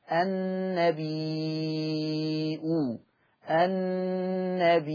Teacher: قرأ ورش بإثبات الهمز